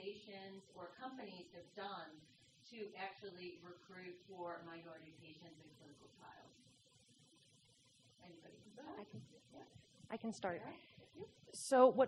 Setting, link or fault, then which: setting, busy venue